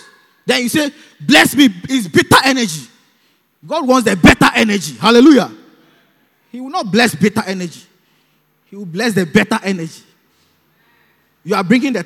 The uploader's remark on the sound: Preached at the Youth Service, Calvary Baptist Church, Adabraka.